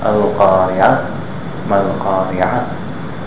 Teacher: If you stop on it, you don't pronounce the ta, you pronounce it like a ha. · Term: ta marbuta